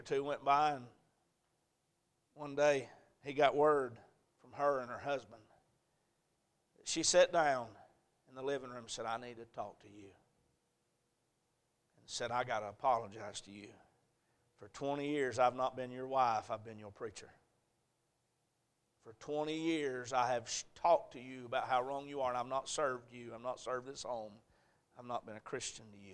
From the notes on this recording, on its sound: A message preached at Crossroads Baptist Church